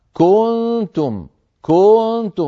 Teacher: فيمط ضمة الكاف تكاد تصبح واوا · Term: الإشباع